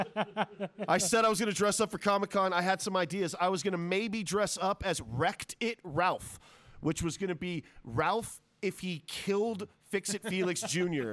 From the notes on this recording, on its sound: Fear and Loathing at Kingman Comic Con! (LIVE-ish Special!). Fried Rice Podcast goes live-ish at King-Con!